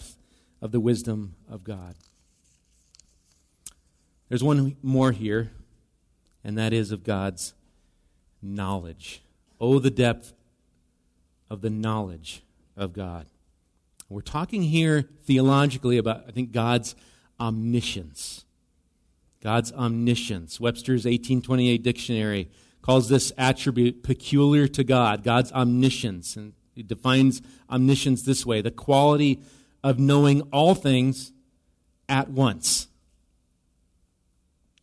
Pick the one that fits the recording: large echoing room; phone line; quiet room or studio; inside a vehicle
large echoing room